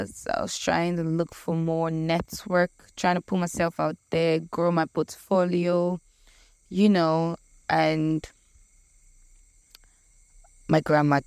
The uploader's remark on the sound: The crickets in the background are paid thespian. In the village in front of an old primary school just before her house.